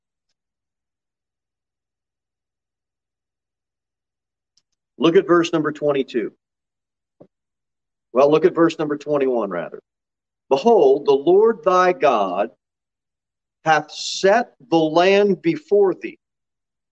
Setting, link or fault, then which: setting, large echoing room